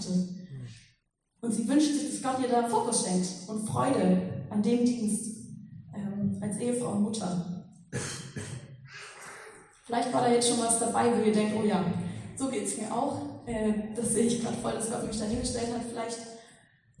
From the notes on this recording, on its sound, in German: Predigt im Rahmen des GreifBar+ Gottesdienstes.